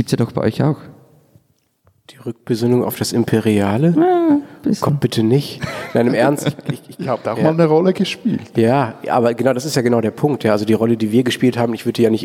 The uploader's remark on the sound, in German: Live aufgenommen in der Fondation Suisse in Paris. Ein Gebäude, gebaut vom Schweizer Star-Architekten Le Corbusier.